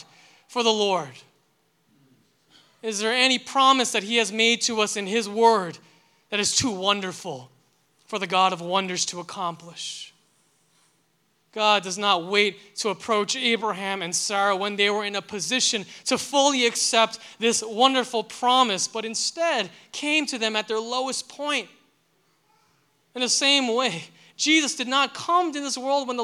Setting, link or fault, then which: setting, large echoing room